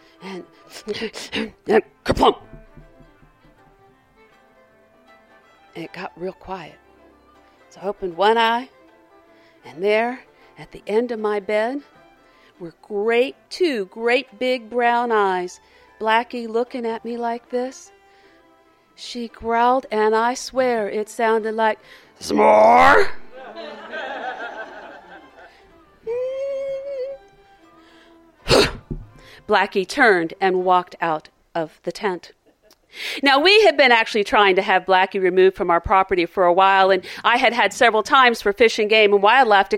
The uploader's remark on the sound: Recorded live at the 2015 Storytelling Festival, an annual storytelling festival in Pittsburgh, PA.